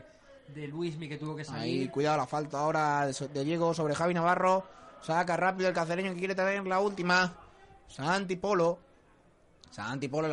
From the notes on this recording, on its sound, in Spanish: Retransmisión en directo de la primera mitad del partido CP Cacereño - CD Calamonte, de la joranda 27 de liga.